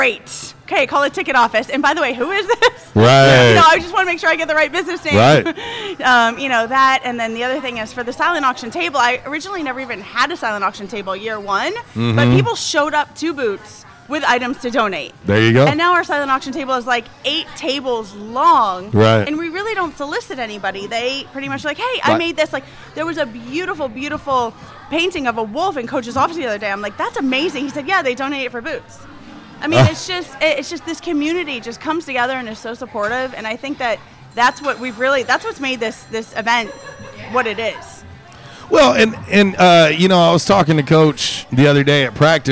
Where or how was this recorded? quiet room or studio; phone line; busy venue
busy venue